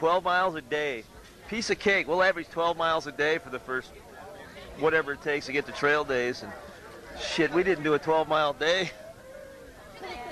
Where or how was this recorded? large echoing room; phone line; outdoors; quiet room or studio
outdoors